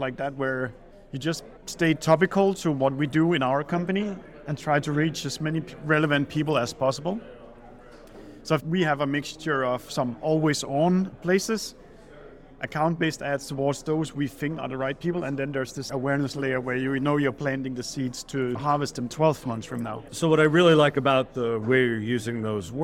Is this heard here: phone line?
no